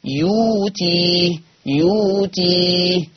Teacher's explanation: أبدلت الهمزة الساكنة بواو مادية فقرئت يوتي يوتي. · Term: إبدال